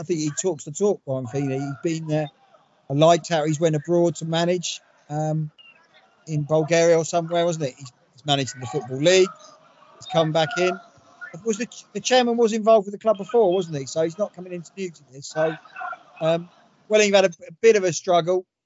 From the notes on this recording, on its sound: most of it is recorded with one of us on location at the Kent Senior Cup final!